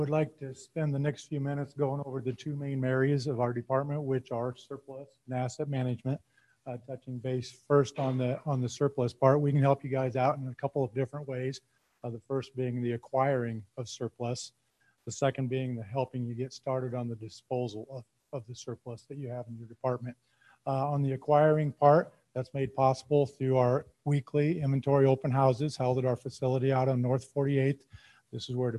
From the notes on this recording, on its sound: This is the Zoom recording for the PED Talks meeting